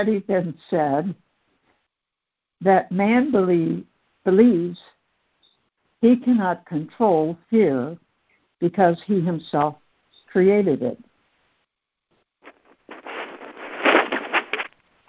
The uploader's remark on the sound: ACIM Daily Conference Call.